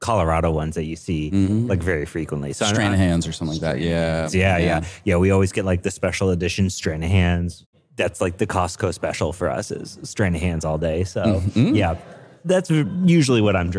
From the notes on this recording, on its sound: for a recorded chat from the RenderATL conference.